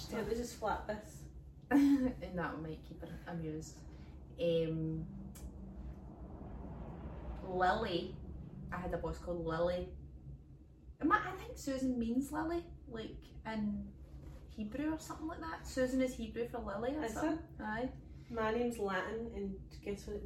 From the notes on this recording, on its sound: The lassies have technical difficulties this week